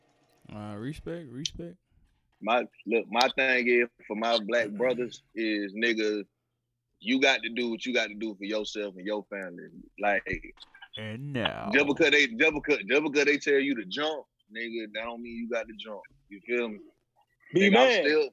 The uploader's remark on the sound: Ep 64 is another virtual pod recorded by the baldest pod in the game.